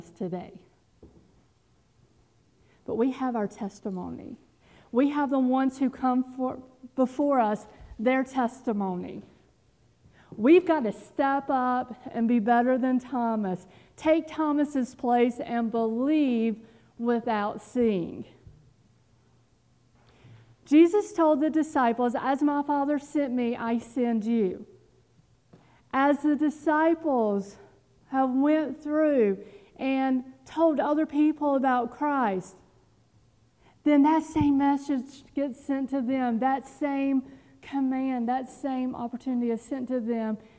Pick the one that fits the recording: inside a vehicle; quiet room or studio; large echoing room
large echoing room